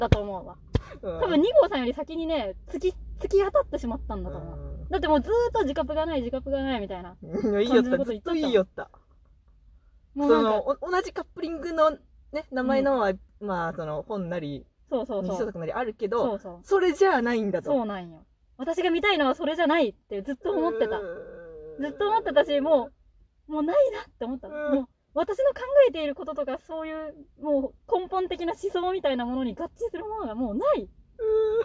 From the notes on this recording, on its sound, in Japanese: From Radiotalk。車の中で喋って苦しんでいます。